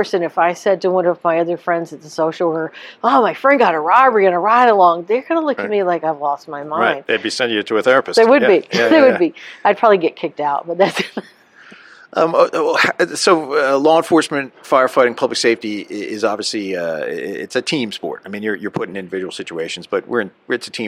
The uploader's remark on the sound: NEP "On Location"